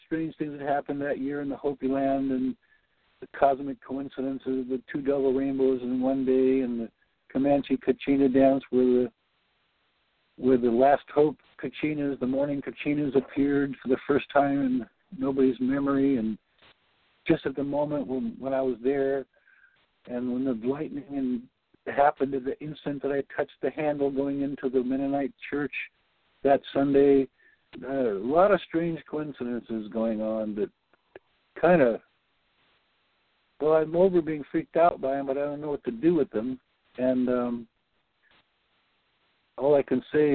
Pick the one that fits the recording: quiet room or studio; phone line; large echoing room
phone line